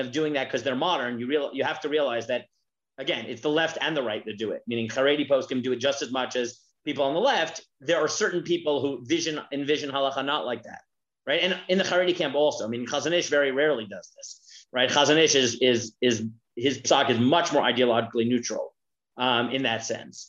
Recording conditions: video call